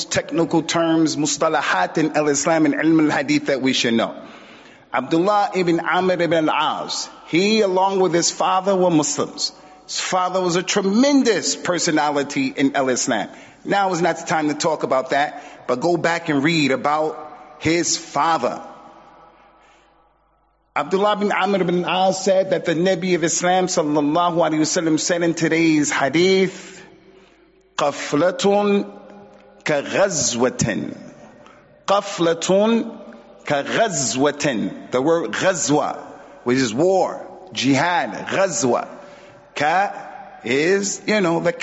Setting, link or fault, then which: setting, large echoing room